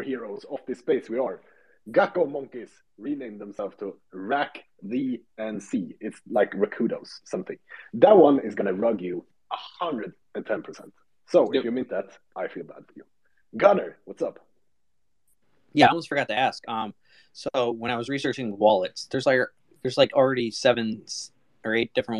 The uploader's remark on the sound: The content in this podcast is a recorded Twitter space